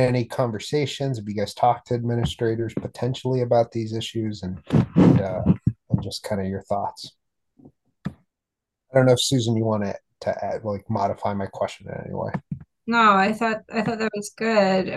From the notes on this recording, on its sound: In this episode, we attempt a Zoom interview AND a two-interviewee interview for the first time.